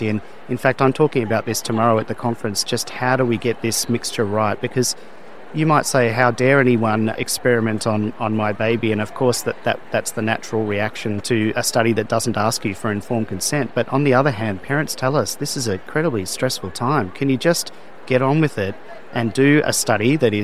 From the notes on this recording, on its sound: interview recorded at the Pediatric Academic Societies (PAS) meeting in Washington, DC, in May 2023